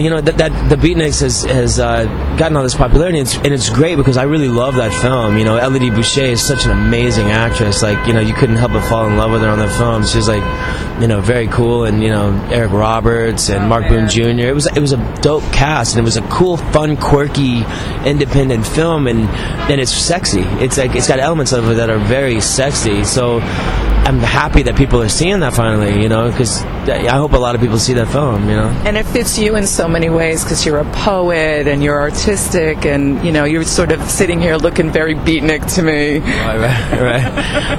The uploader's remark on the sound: a rooftop chat at the 2010 Tribeca Film Festival